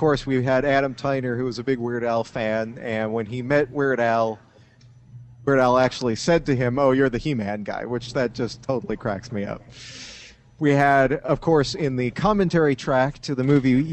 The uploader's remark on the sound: live at Wizard World Chicago